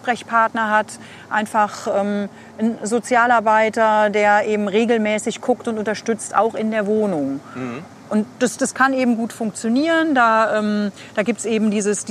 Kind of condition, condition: setting, outdoors